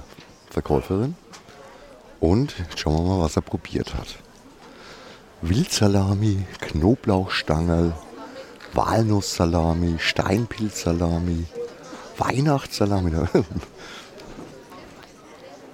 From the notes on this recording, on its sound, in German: Live vom Rhöner Wurstmarkt.